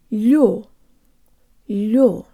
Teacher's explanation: The л is soft, so the tongue is high and forward. There's almost a y sound built in, and the tongue moves from very high to very low in order to pronounce the full stressed o sound.